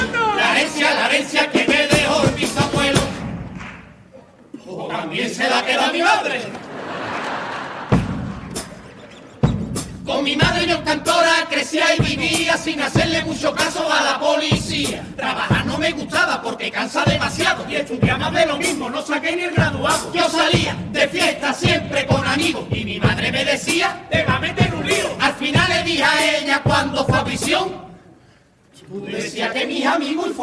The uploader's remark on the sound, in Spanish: En directo desde el Gran Teatro Falla de Cádiz